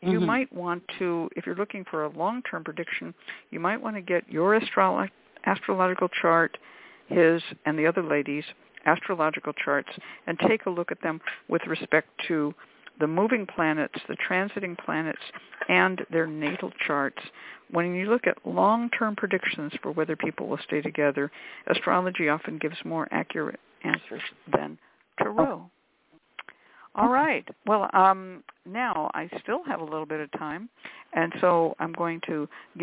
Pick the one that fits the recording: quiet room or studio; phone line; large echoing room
phone line